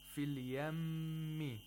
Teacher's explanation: we have a mim which is mushaddad. So you have to apply ghunna for two vowel counts. We have to keep on making the nasal sound.